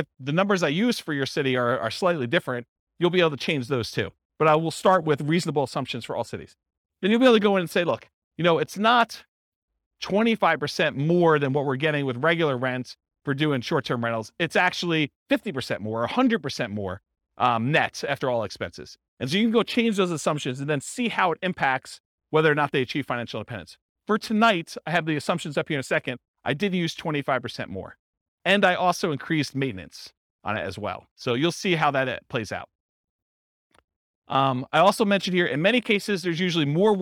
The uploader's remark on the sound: This was a live class recorded.